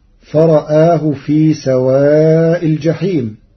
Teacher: قرأ ورش كلمة فرآه بتقليل الراء والهمز معا مع تثليف البدل.